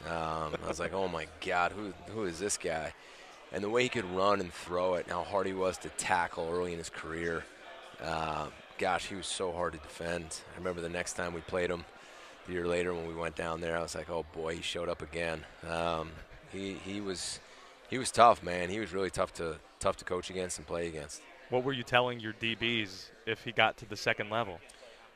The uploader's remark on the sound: live from Day 3 of ACC Kickoff in Charlotte